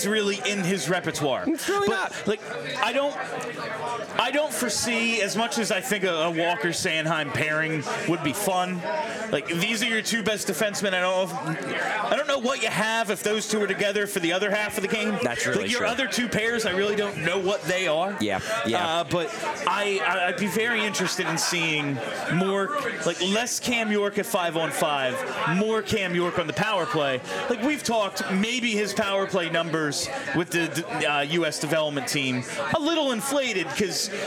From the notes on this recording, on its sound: live from New Wave Cafe in Philly!